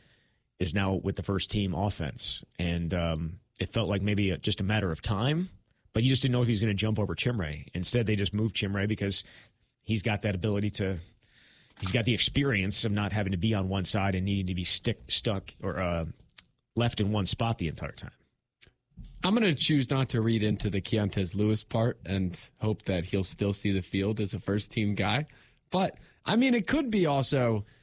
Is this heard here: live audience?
no